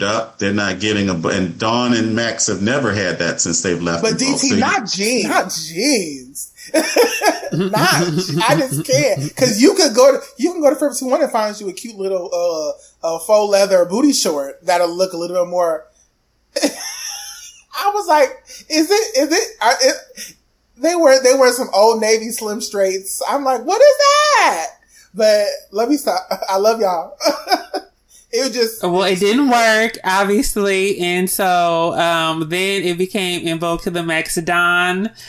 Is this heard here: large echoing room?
no